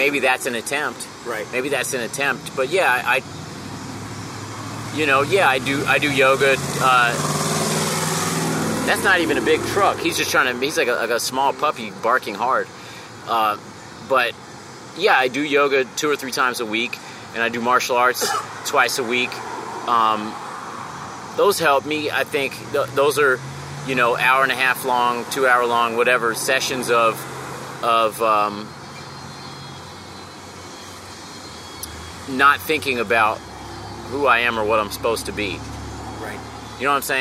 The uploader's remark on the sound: meet up for a conversation outside of a coffee shop